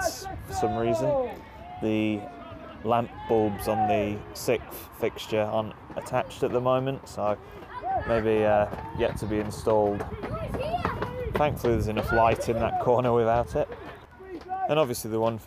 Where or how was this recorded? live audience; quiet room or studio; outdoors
outdoors